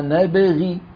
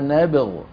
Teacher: ذلك ما كنا نبغي غفر غي، لما تصلها تكسر الغين، لكن لما تقف تقف بالسكون